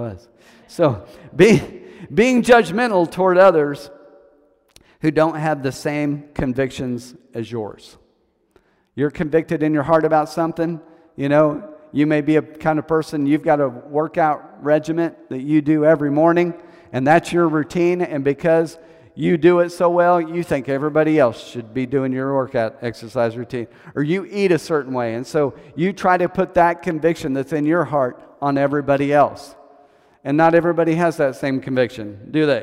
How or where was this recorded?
large echoing room